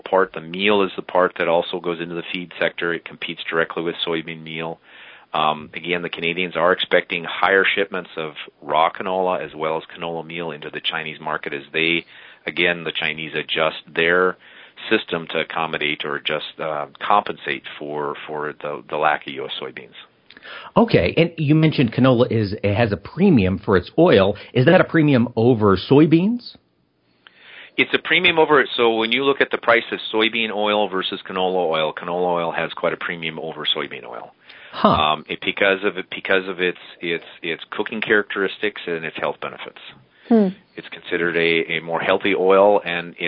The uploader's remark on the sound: we got on the phone